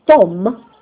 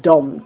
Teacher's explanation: The voiceless alveolar plosive T, if it's not properly alveolarized, if it's not made like behind the teeth, like on the gum behind the upper incisors rather than on the teeth, and unless it's aspirated when it should be, it can easily be perceived as its voiced counterpart D · Shown in: first take